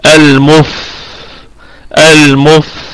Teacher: بعض الهواء يصاحب الحرف، هذا هو الهمس، وكمان يستمر به الصوت شوية، هو ده الرخاوة. الرخاوة ضد الشدة، الرخاوة ضد الشدة. · Term: الرخاوة مع الهمس